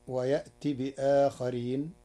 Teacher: قرأ ورش ويأتي بآخرين بإبدال همزة يأتي حرف مد تخفيفا